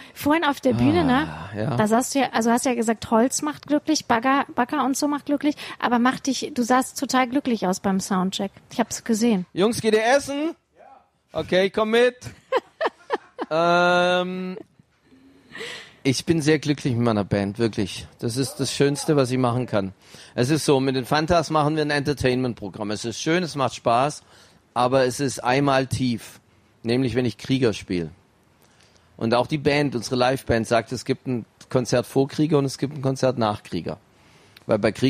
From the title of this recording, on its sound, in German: live vom ZFR